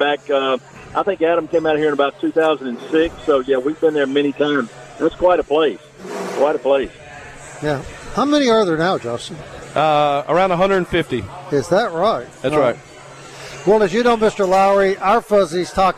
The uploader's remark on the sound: Live from Fuzzy's Taco Shop in Midtown a special two hour show